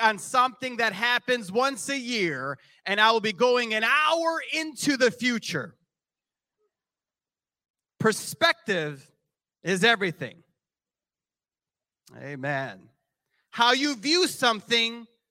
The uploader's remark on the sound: This JAT was recorded live on March 5th, 2023 at Newark United Pentecostal Church.